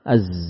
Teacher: sifat desis, suara khas yang mirip dengan suara lebah.